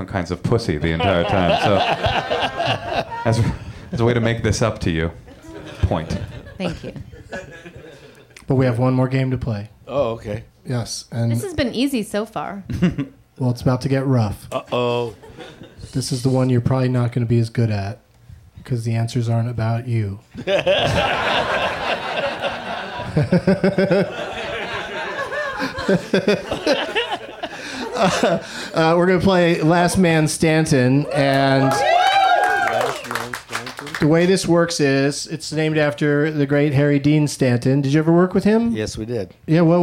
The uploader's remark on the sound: Live from the UCB Franklin